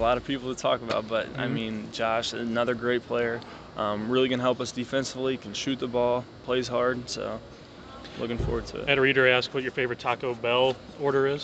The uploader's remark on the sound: the sounds of Missouri State men's and women's basketball media day